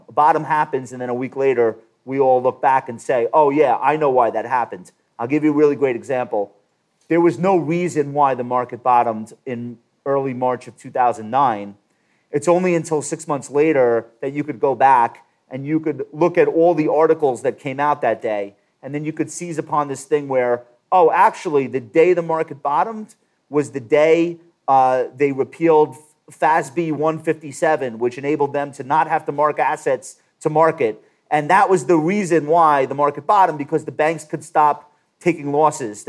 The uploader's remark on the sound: This episode was recorded in front of a live audience at MarketWatch's Best New Ideas in Money Festival.